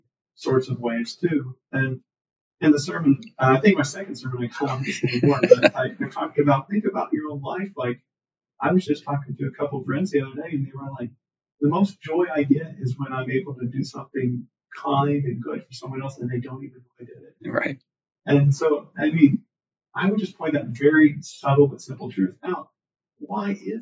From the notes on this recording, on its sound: There were some audio issues when recording this episode